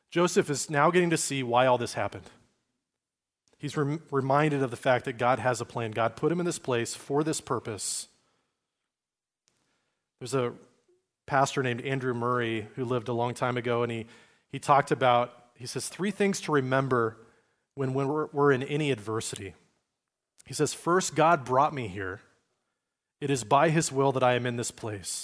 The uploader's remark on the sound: Recorded at Liferoads Church in Spokane, Washington, on Sunday, November 26, 2023.